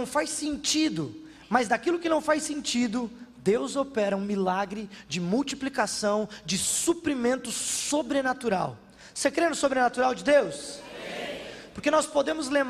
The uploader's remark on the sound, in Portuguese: na Igreja ABA Bumenau (Transmitido ao vivo)